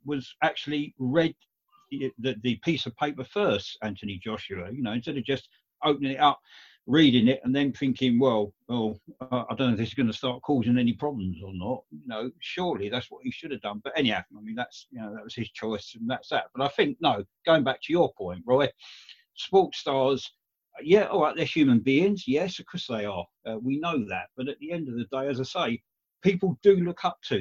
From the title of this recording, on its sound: Zoom Show